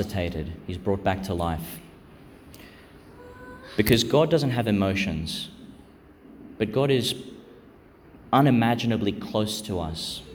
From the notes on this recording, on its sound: Homily for Fifth Sunday (of Year A) in Lent, 2022, delivered in Our Lady Star of the Sea, Gladstone, Qld.